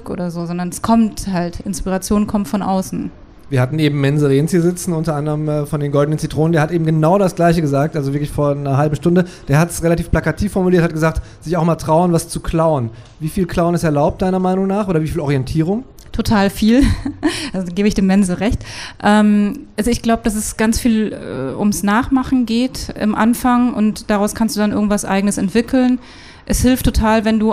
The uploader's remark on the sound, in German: Wir sprechen auf dem Pop-Kultur-Festival